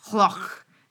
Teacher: It's called a uvular trill, where you do it's like similar to a rolled R, but kind of comes from the back of your throat, where you're like, what?